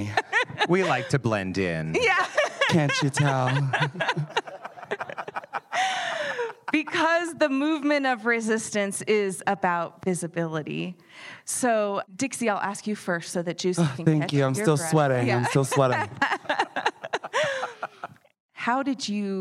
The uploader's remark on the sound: Last month, we had our first live audience recording of Complexified!